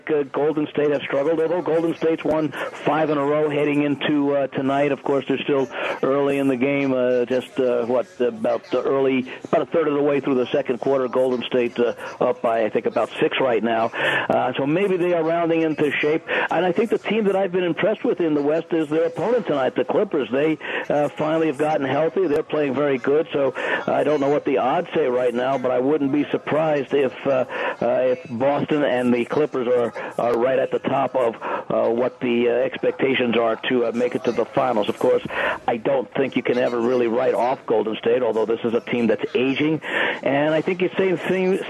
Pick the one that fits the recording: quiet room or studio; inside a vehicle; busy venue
busy venue